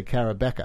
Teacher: The other thing I didn't do was to drop the R at the end of Becker